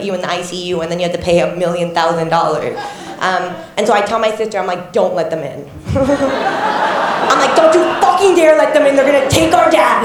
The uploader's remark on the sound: This episode was recorded live from Max Watt's at the Melbourne International Comedy Festival show.